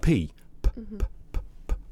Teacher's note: there's a lot of pressure behind them, much more pressure than you would normally do in spoken voice. For instance, he's doing a P, p, p, p, p, but now I'm going to step back a little because it's much more pressurised.